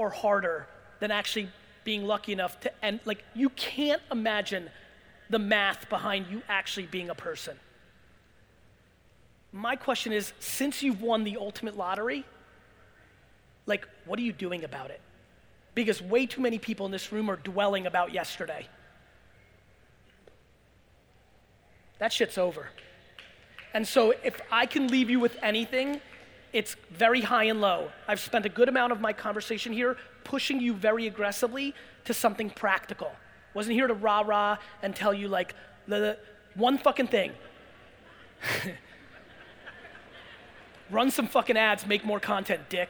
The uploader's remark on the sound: A Keynote: The National Achievers Congress Ft. Lauderdale 2018